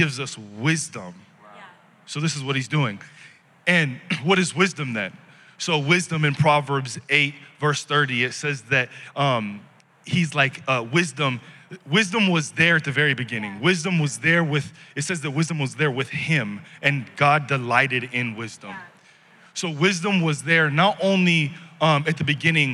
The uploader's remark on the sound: Recorded live at Capital Church in Meridian, Idaho